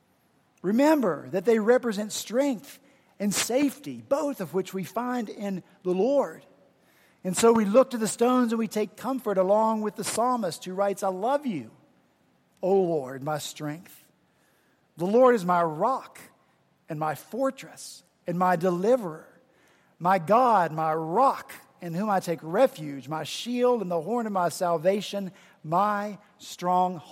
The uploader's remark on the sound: at Redeemer Presbyterian Church in Charleston, SC